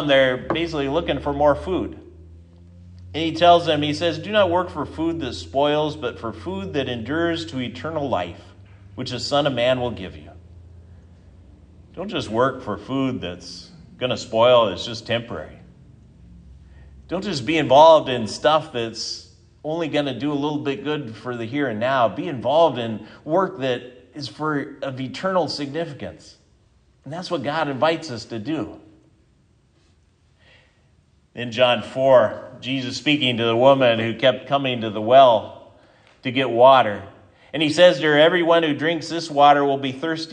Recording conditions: large echoing room